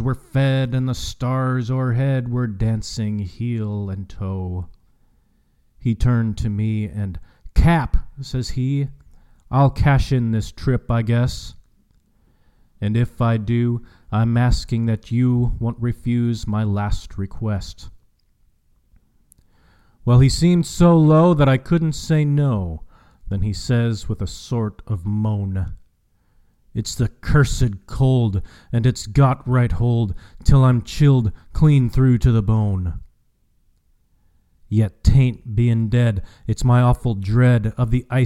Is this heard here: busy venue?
no